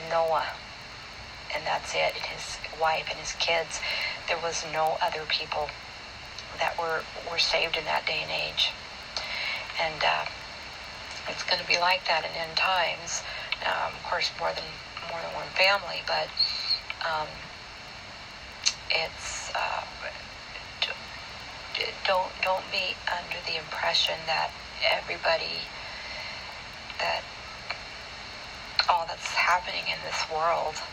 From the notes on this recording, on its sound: It’s not a very good recording